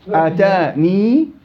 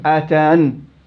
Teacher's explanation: إذن فيها وجهان، إثبات الياء وحذف الياء